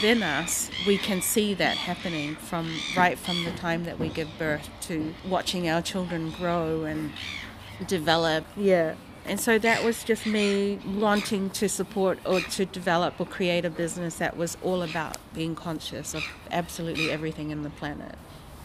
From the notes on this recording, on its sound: This RAW episode is quite raw indeed: The interview was taken just outside the Tauranga food show, and you'll hear some background sounds. The seagulls gave a concert especially at a crucial point of the conversation!